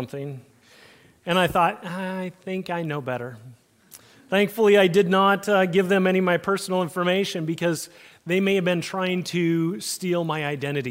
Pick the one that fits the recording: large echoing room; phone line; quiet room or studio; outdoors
large echoing room